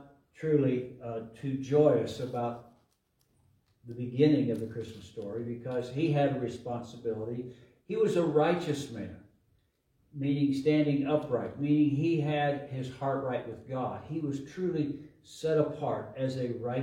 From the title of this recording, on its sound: LIVE from Calvary